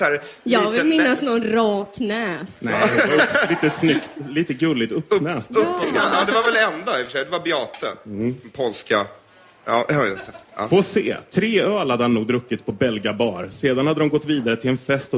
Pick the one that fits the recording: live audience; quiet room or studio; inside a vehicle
live audience